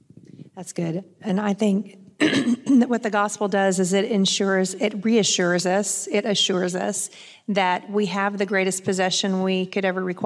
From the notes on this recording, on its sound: It is actually a LIVE recording of a conversation. At The Gospel Coalition Women’s conference.